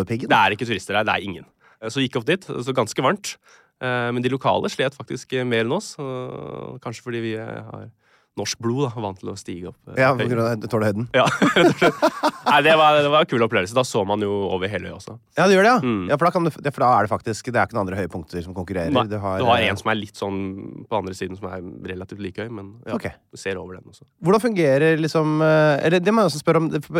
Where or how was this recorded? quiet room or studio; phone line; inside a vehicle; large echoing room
quiet room or studio